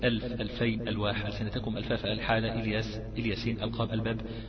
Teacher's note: اقول اصليه وهي التي لا تصح الكلمه بدونها وقبلها همزه قطع، وهي لام ساكنة في أول الكلمة هي مظهرة دائما